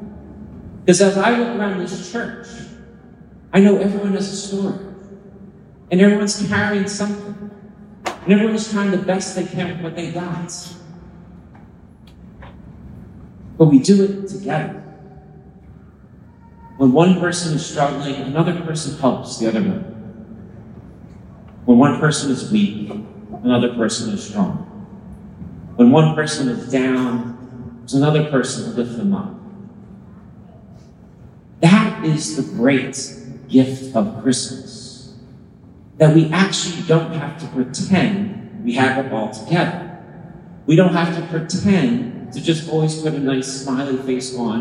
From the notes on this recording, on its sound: Christmas homily captured live from St. Matthew's Parish in San Mateo, California.